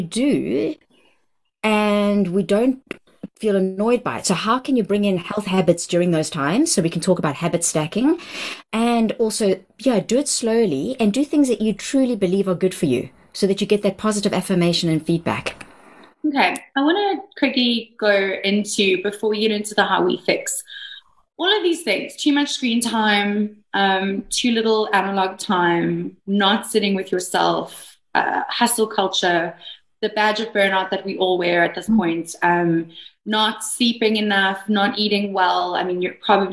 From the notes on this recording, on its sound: She joined me on a Zoom